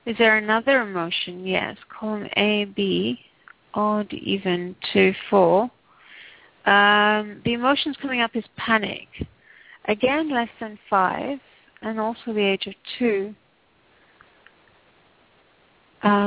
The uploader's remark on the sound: Takes your calls for healing live today!